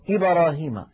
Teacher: في إبراهيم مثلا يقولون إبراهيم، الباء تميل إلى الفتحة · Term: القلقلة